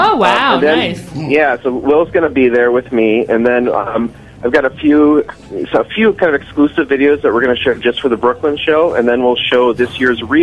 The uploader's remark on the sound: Joined in the studio. From the Internet Cat Video Film Festival joins the program by phone.